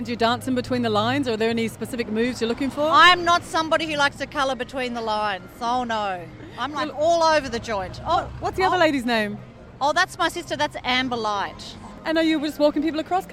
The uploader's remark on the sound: A taste of life on the bustling streets of Bellingen during the 2016 annual Winter music festival as part of a live broadcast between 2 triple B Bellingen and BayFM 99.9 Byron Bay.